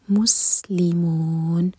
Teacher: مسلمون میم دوما کے لیے ہوٹ کھولوں گے. سین پر ہوٹوں کو پھیلا کر پڑھیں اور سین پر سیٹی والی آواز آئے گی اور اینڈ میں ان کو ساکن کریں گے تو مد عارد لسکون.